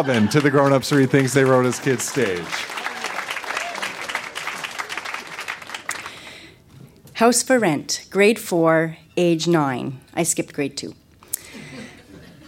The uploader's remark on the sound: Recorded live at the Kingston Canadian Film Festival. Photos from our Kingston, Ontario event.